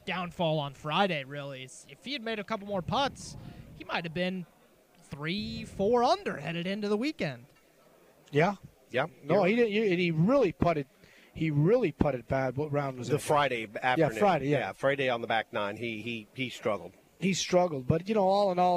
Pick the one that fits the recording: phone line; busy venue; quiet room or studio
busy venue